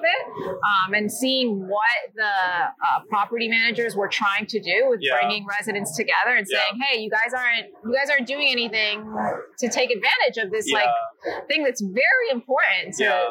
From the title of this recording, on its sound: LIVE AT NAA